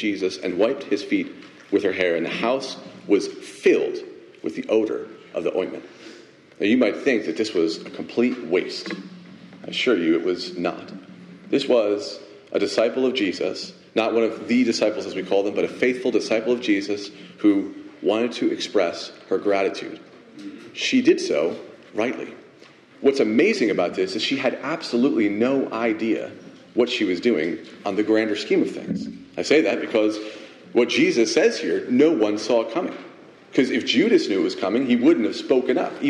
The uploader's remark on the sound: Message delivered Sunday, May 21, 2023 at Mt Carmel Primitive Baptist Church, Bel Air